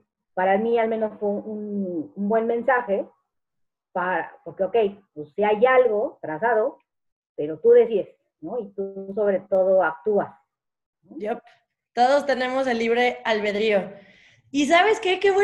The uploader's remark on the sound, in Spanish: platicamos con los que entraron al zoom